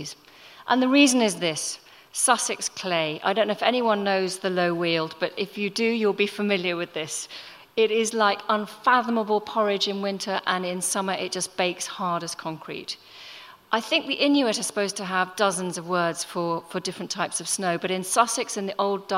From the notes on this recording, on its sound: Recorded at The Tabernacle in London in May 2018.